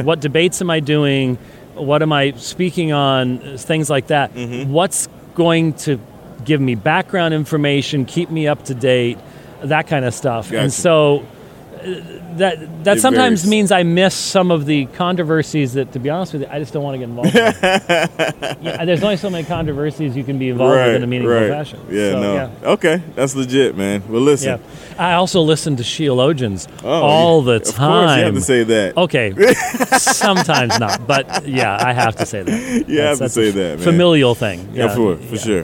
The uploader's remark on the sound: Podcast we recorded live at the G3 Conference with Dr.